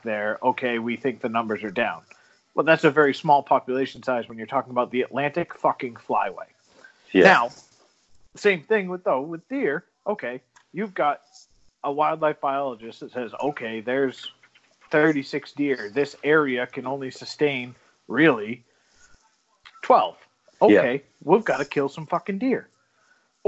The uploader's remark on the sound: This episode is brought to you but the way of SKYPE!